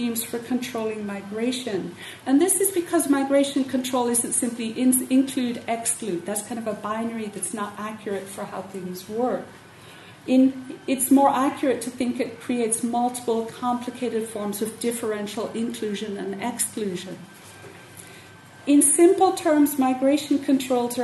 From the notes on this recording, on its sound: Keynote at Queering Ireland 2015.